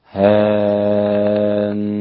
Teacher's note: تسهيل مع إبدال، سهلت الهمزة وأبدلتها ألفا